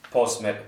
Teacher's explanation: You would voice the S.